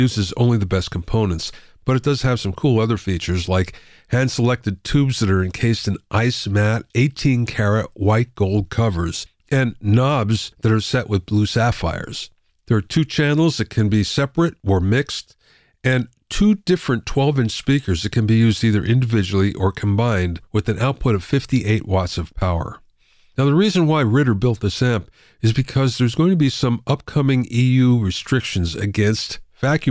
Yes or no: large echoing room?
no